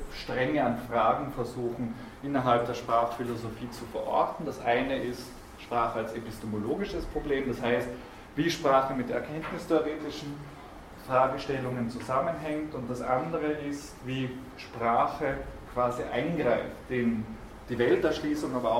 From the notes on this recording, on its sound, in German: Diese Vorlesung wurde von Studierenden aufgenommen